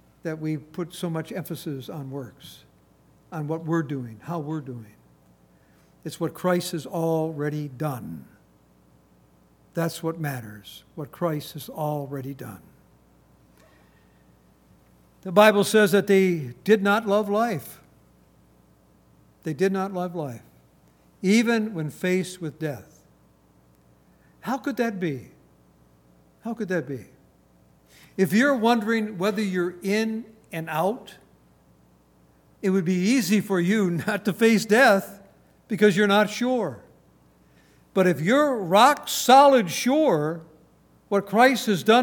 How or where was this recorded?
large echoing room